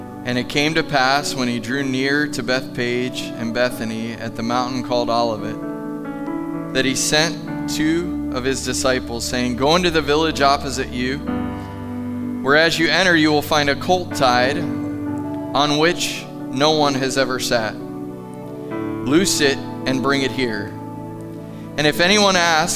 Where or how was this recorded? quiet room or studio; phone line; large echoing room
large echoing room